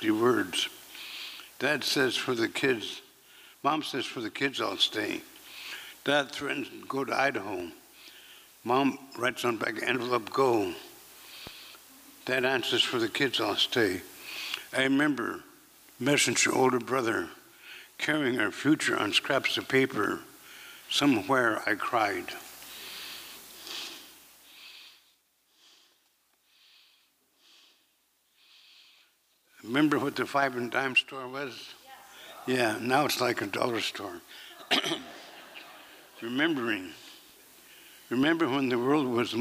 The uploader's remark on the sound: 2023 FPG-Liberty Theatre-Saturday Night-Third Set. This recording was made on Saturday, February 25th, 2023, at the Liberty Theatre in Astoria, OR as part of the FisherPoetry Archive Project.